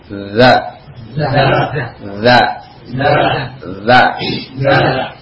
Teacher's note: makhrajnya di sini disebutkan adalah dari ujung lidah dengan ujung gigi seri atas. Jadi lidah ujungnya keluar sedikit, ya, seperti tergigit antara gigi atas dengan gigi bawah. · Term: huruf za